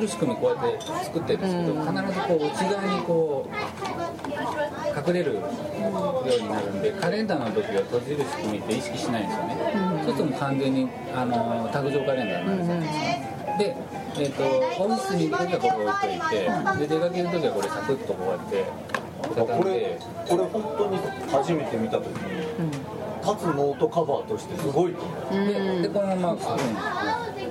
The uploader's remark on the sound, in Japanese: 店内BGMなどのノイズがガッツリです。お聞き苦しいかもしれませんがご容赦下さい。